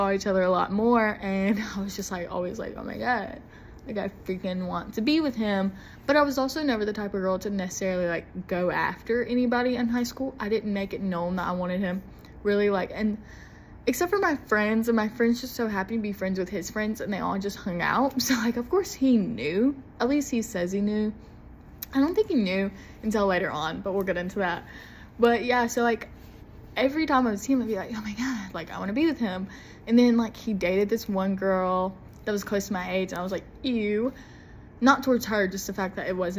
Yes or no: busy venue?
no